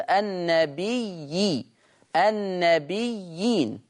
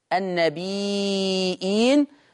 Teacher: يقرأ حفص بالياء المشددة مع الكسر النبي النبيين. طيب ورش يقرأ بالهمز